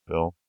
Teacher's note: you do have an ooh and that nasty L in there